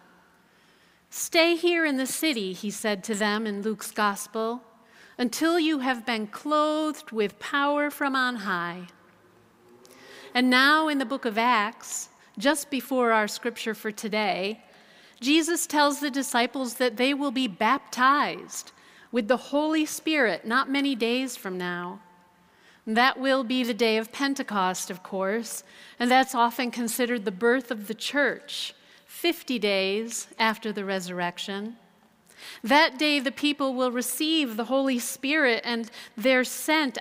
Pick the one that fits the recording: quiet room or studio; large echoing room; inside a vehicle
large echoing room